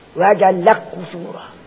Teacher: وان الكاف تدغم في القاف نحو لك قصورة